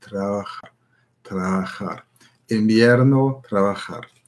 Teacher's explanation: Das B wie ein B, bei dem die Lippen sich nicht berühren